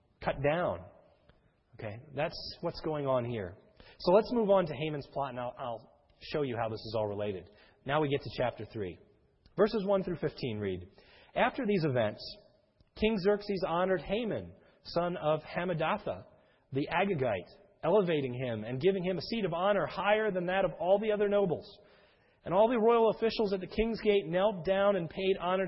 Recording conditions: large echoing room